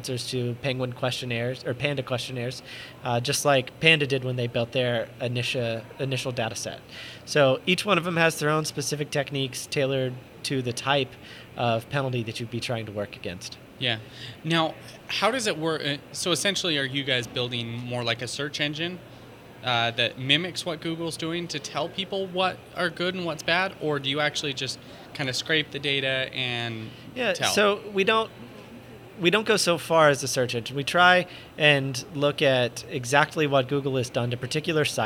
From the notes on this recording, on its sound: In this podcast recorded at Pubcon Las Vegas 2014